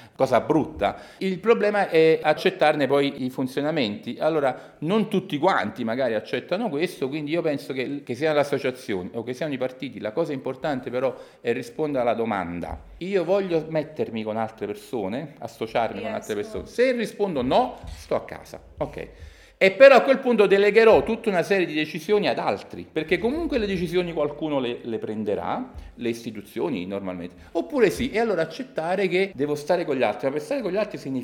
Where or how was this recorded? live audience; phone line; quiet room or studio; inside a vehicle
live audience